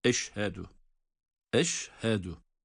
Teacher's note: Mesela şinden sonra ha harfi gelince orada ha böyle sanki biraz etkisiz ya da zayıf kalıyor. Mesela eşhedü kelimesini eşhedü, bakınız eşhedü olması gereken budur.